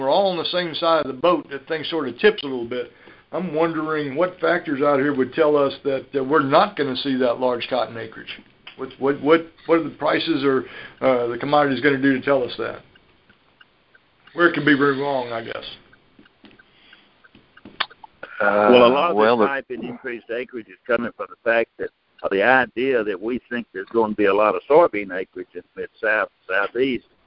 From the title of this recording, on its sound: Dec 2018 Monthly Conference Call